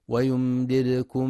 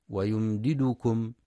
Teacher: ينتبه القارئ في كلمة ويمددكم لسكون الدال الثانية وقلقلتها · Shown in: first take · فلا يقرأ ويمددكم بضم الدال، وينتبه لإدغام اللام مع اللام في ويجعل لكم، فلا يقرأ ويجعل لكم.